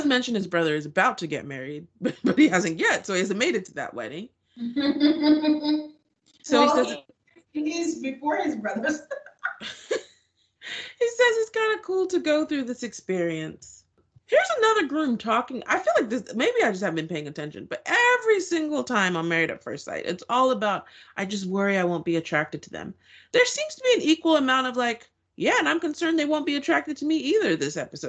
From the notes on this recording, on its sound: We unfortunately had audio issues this episode